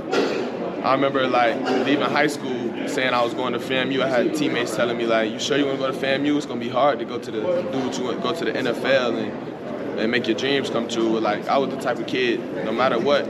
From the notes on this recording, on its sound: The Bluebloods are live from SWAC Media Day in Birmingham, AL.